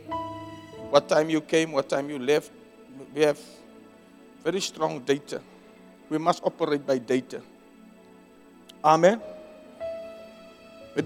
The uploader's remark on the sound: Preached at Zion Sanctuary.